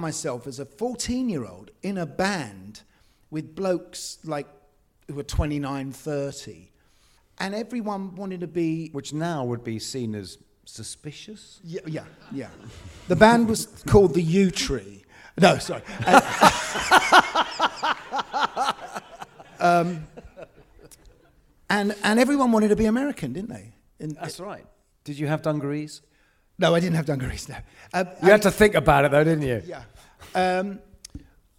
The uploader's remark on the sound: Rockonteurs Live at the Screen on the Green. This week is our very first LIVE show.